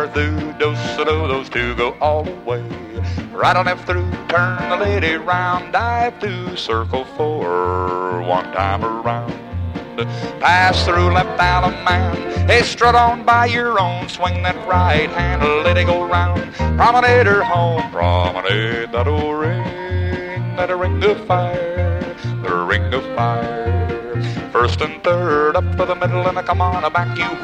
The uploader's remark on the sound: A Vintage MWSD Live Dance Recording